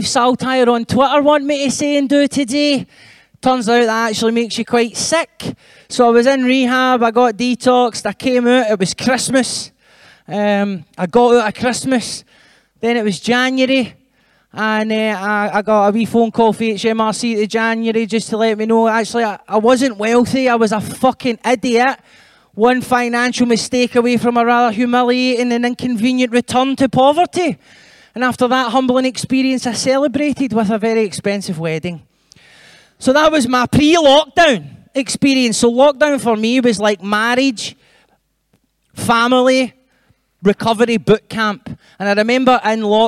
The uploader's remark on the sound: we revisit the fifth show of Common People Live at the Edinburgh Fringe